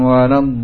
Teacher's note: lam sukun diidghamkan kepada lam yang berharakat sehingga ditasydid. Ya, karena idgham sukun ke dalam harakat.